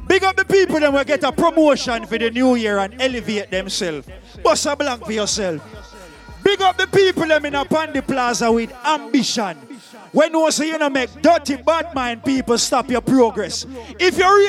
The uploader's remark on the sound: PAN DI PLAZA LIVE AUDIO JAN 2020